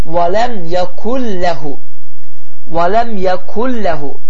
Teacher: Bu zaman n sesi okunmaz. Hiçbir yani telaffuz olmaz. Lem sesi ise şeddelenir. · Term: idgam bila gunne